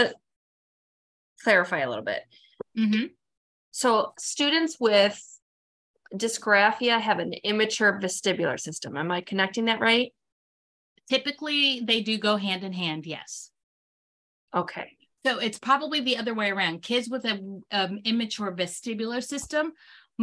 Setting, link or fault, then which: link, video call